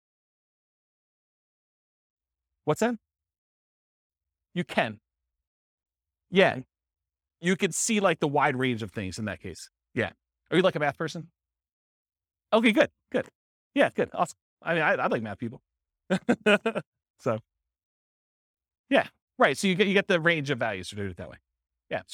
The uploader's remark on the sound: This was a live class recorded